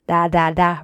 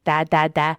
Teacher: If you can open your jaw and do your tongue tip up, your tongue gets more pointed up at the top of the alveolar ridge · Shown in: first take · versus if you're moving it together as a unit, the tongue stays flatter and it makes that production of the sound less specific.